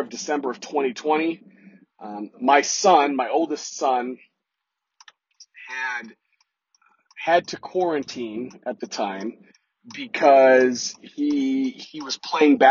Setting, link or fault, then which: fault, poor sound quality